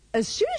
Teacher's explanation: Remember to pronounce the as in as soon as with the schwa.